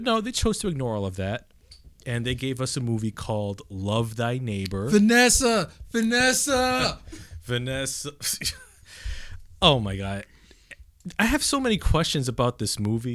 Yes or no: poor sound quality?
no